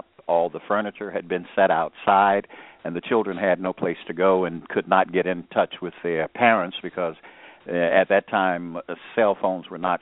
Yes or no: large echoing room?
no